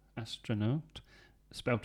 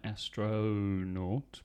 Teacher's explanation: Yes, another vowel sound, the O, astronaut, spelt with an O though, astronaut, but pronunciation is obviously with a schwa